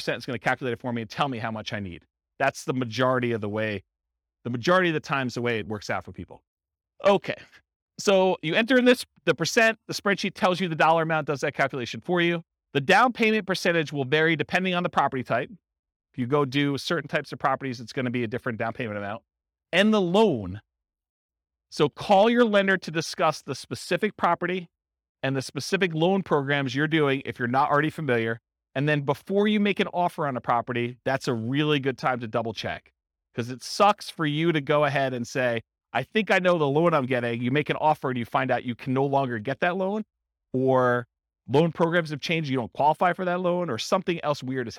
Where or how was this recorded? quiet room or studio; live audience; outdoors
live audience